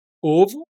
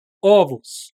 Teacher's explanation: No plural, você tem que, tem que pronunciar com o aberto · Shown in: second take